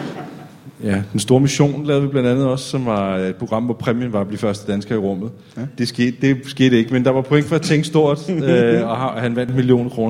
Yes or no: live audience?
yes